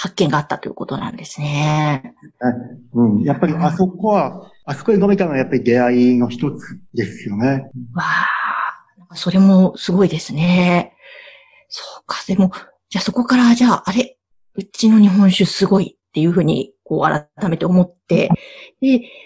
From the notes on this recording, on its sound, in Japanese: Zoom・オンラインでインタビュー収録をしています